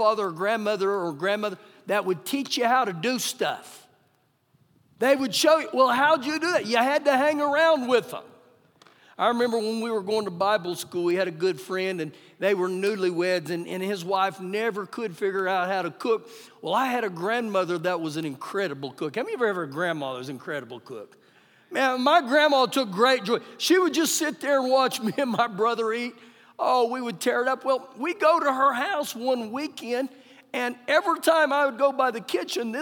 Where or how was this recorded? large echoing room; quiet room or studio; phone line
large echoing room